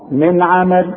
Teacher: النون عليها سكون وبعدها عين والعين من حروف الاظهار